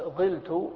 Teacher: إذا قلت ظلت حذفنا إحدى اللامين وكسرنا الفاء يعني الحرف الأول